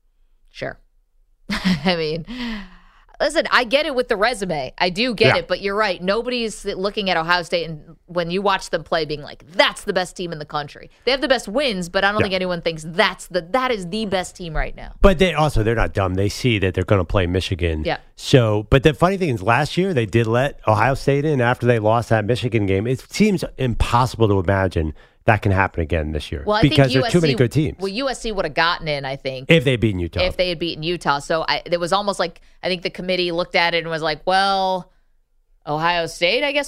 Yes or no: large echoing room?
no